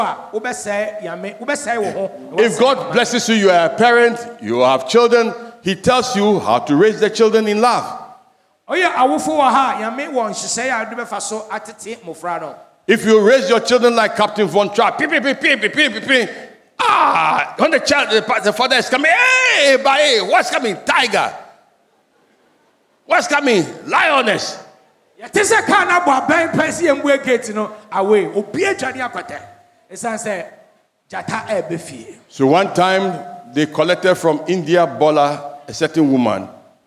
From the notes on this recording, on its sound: Sermon preached at CBC Shiashie Campus.